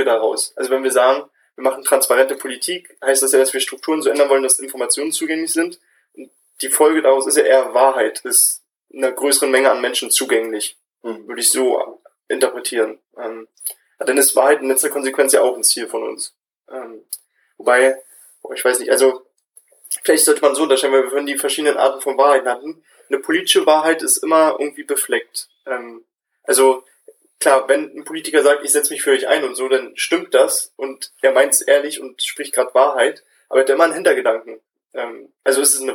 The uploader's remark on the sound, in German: Sorry für die Audioqualität in dieser Folge.